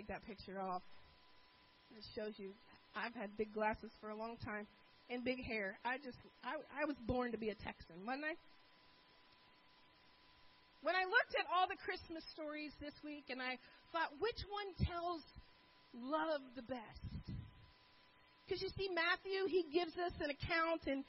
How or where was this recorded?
large echoing room